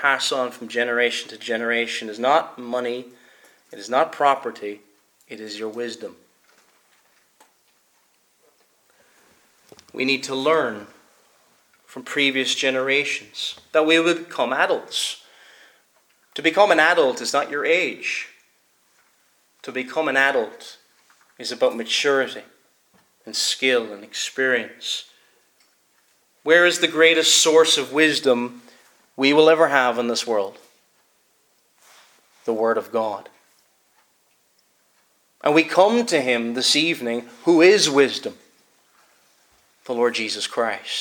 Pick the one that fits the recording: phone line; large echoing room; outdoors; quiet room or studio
large echoing room